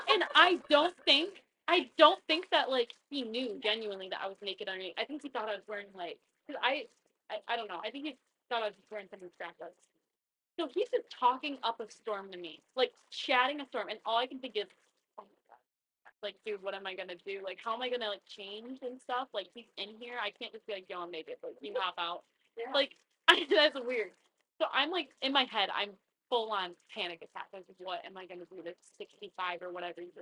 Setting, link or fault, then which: fault, poor microphone